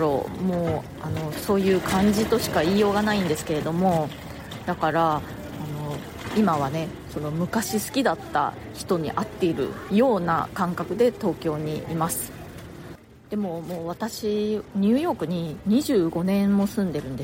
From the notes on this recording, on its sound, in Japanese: 下北沢駅前で録音してます